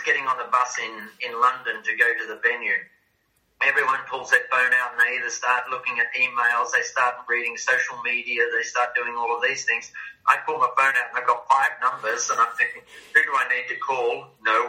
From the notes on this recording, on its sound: had a fabulous catch up over Zoom